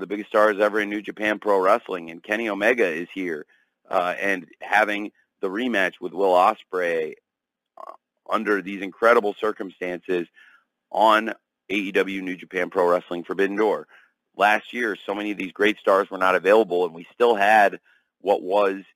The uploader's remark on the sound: Media Call